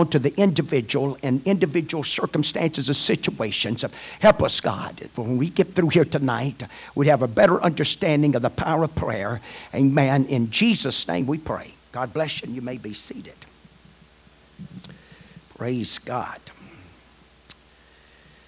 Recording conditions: large echoing room